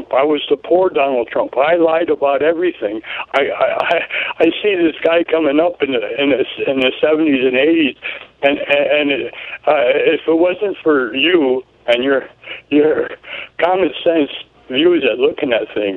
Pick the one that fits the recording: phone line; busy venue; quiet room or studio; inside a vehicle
phone line